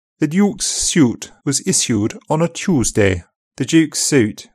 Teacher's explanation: Consonant plus y is pronounced instead of one of ch, j, sh, s, z.